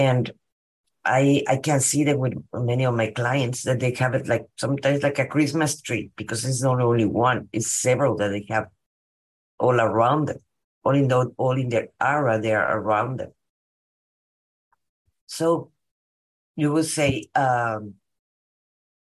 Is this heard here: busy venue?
no